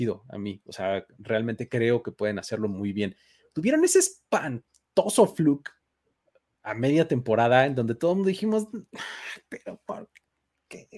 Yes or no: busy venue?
no